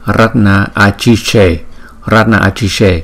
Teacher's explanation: Nhưng bởi vì trong ngữ pháp của tiếng Phạn, chúng ta gom hai chữ A này lại thành một chữ A dài